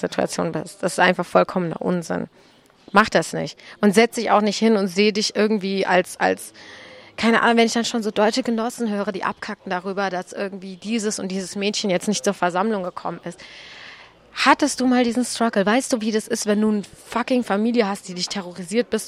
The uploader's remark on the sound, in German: In dieser Ausgabe von »ILTIS in Bermudas«, die wir in einem Wirtshaus in der Neckarstadt aufgenommen haben